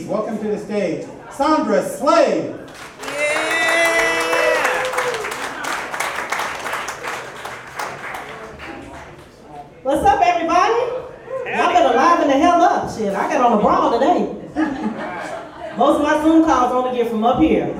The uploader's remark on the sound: This week's show is live from the Arena Pub